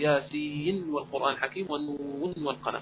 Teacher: هذه في فواتح سورة ياسين وفواتح سورة القلم لا الحكم يكون إظهارا مطلقا